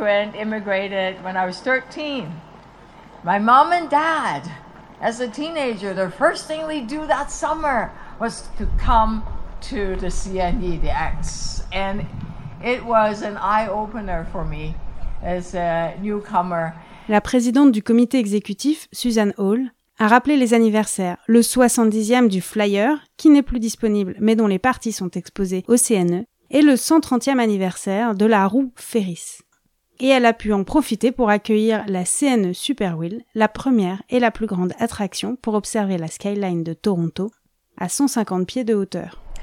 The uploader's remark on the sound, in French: Plusieurs officiels ont pris la parole devant un public fidèle et heureux de reprendre cette tradition vieille de 144 ans.